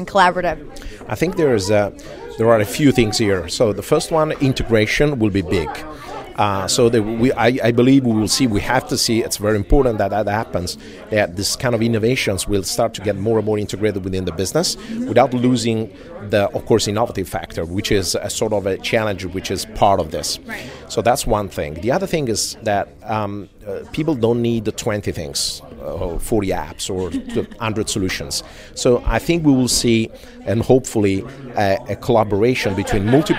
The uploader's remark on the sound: Live from #WinterTech